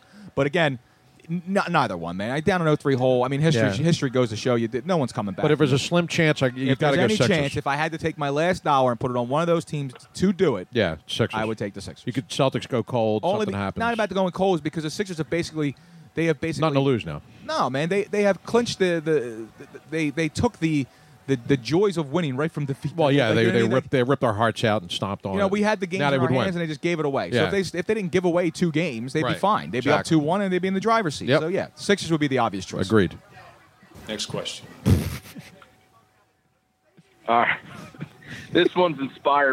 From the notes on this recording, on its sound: Moyamensing ave in front of beautiful Moonshine Philly! While we were pressing the flesh with the folks outside enjoying their lunch while we attempted to ruin it.